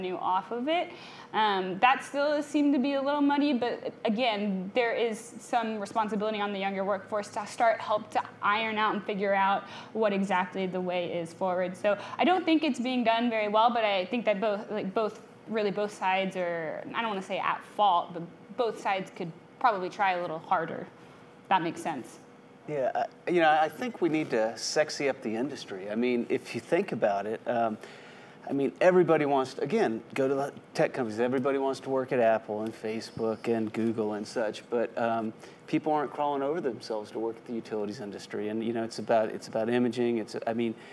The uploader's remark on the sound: It's our first ever live show! Up on stage at the One World Theater in Austin.